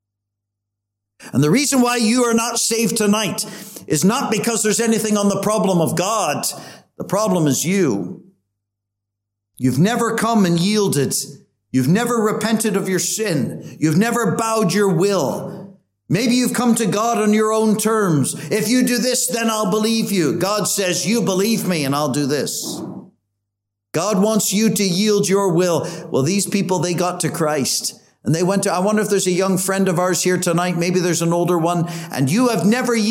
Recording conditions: large echoing room